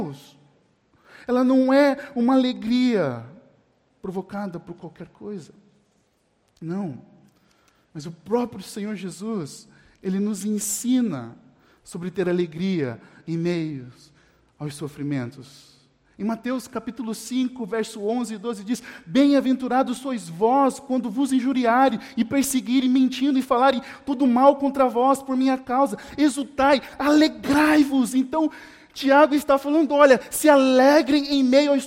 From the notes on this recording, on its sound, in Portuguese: Mensagem gravada na Igreja Batista Jardim Minesota